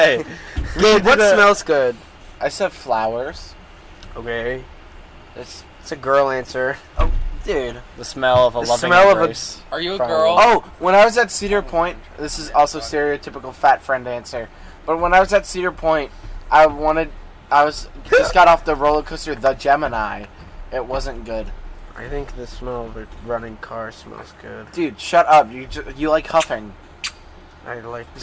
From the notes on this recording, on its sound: Hi technical difficulties!! We are outside though!